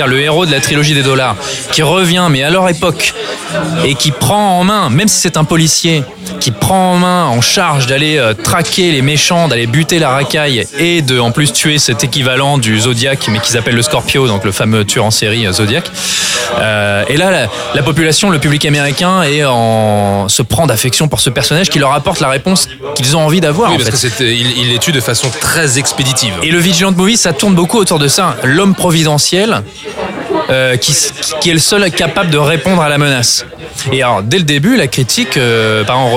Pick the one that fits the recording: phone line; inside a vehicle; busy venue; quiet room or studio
busy venue